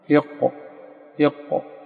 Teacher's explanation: يجد أن أقصى لسانك يرتفع إلى ما يحاذيه من الحنك الأعلى · Term: أقصى اللسان